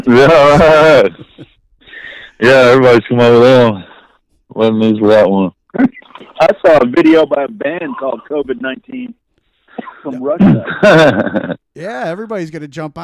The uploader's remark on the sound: Over the phone from Texas.